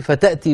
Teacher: فتأتي بالصوت الفموي دون الصوت الأنفي الخيشومي